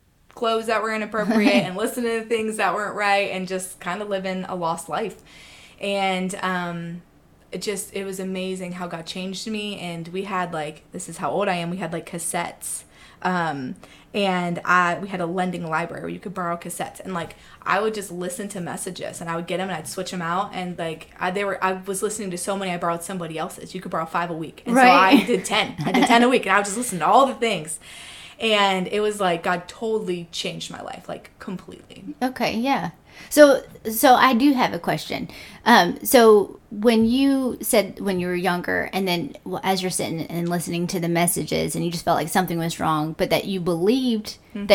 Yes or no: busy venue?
no